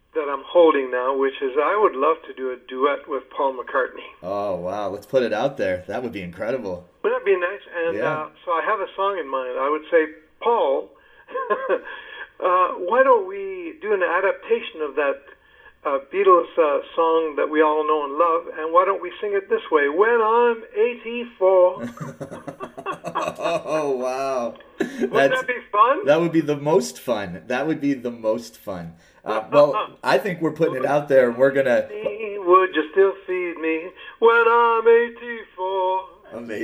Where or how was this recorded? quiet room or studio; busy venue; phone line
phone line